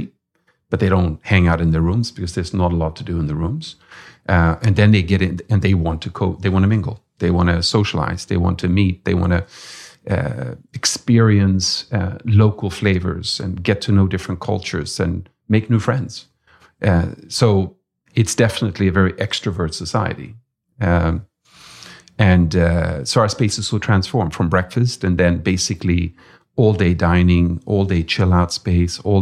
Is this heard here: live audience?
no